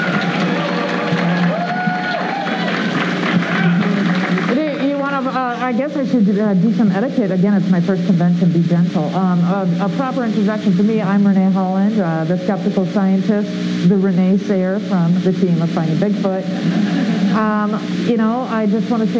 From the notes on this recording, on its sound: Live at Cryptid Con! This recording was captured directly from the soundboard at the 2021 Cryptid Con event.